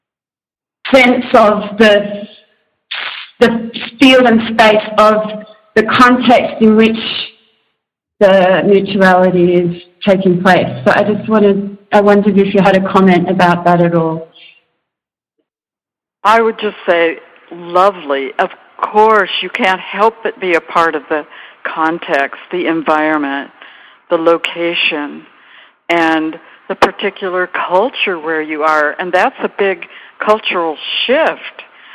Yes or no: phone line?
yes